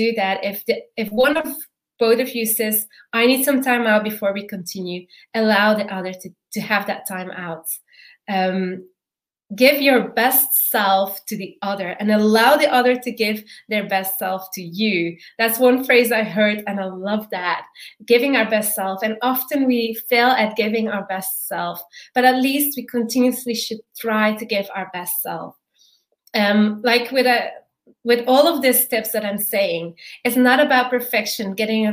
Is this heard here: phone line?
no